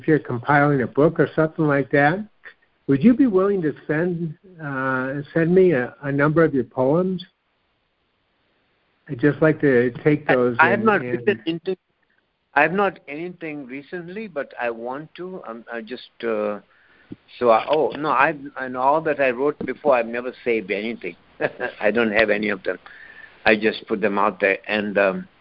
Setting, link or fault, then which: link, phone line